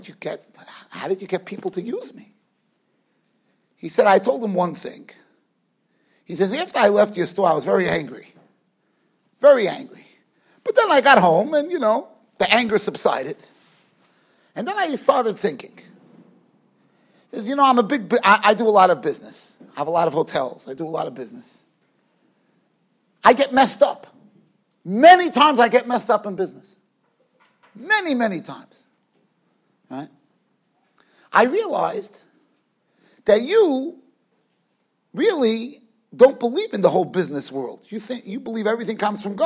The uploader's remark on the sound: Shiur recorded in Yeshivas Ohr Reuven, Monsey, NY.